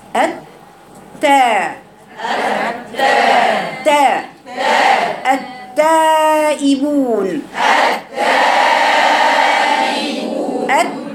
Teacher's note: يعني لما بقرا التاء بقراها رقيقه لكن باعتدال · Term: مستفل